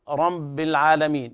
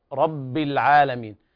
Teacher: رب العالمين، بعض الناس يقول رب العالمين، يحول الباء إلى مخرج الميم، وهذا أيضا خطأ، رب العالمين، فالميم فيها توسط لكن الباء فيها شدة · Shown in: second take